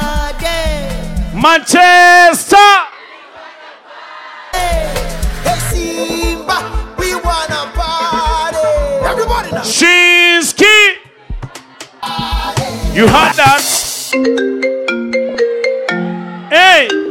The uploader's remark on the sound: Live set recording at Zipang Lounge Nairobi, Kenya 2022